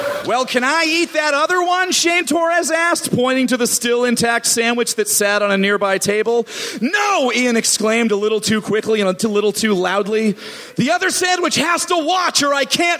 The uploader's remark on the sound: Recorded at the Nerdmelt Theater